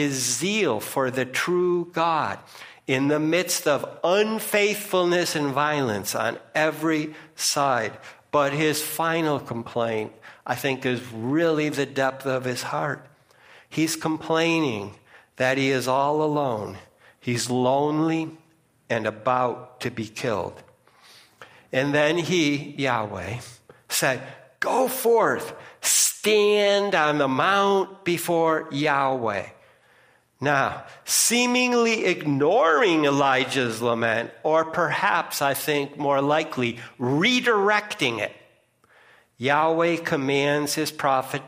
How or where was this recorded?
large echoing room